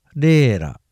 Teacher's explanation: カラフト方言ではレーラと伸ばします